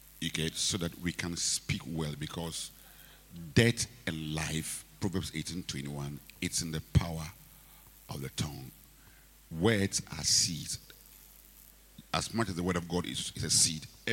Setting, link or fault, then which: setting, large echoing room